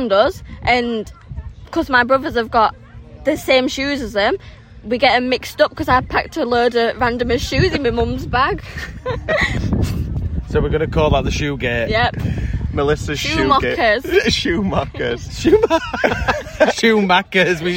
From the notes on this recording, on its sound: We are coming to you live from the beach in Alcudia!